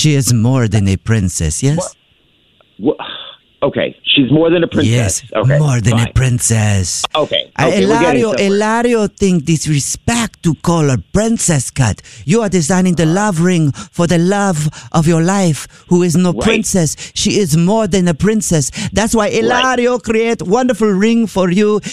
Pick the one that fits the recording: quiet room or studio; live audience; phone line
phone line